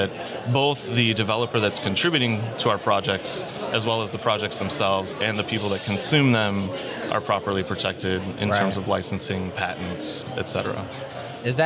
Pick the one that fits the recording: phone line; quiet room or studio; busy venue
busy venue